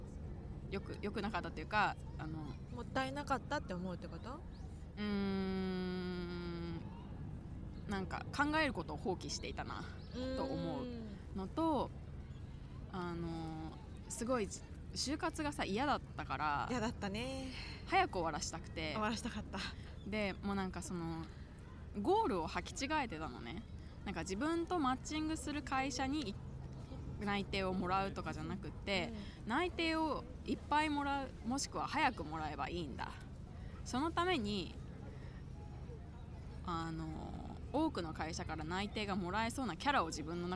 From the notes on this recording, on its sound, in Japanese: お久しぶりの屋外収録です